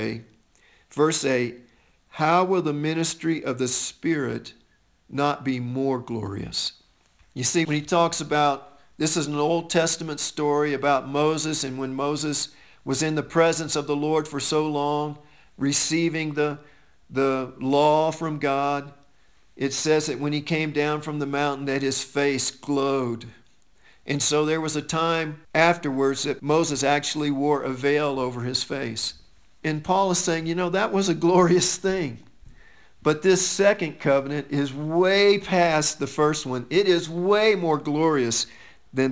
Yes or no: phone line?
no